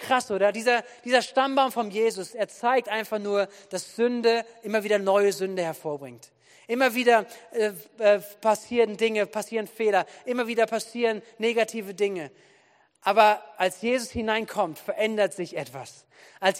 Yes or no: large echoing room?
yes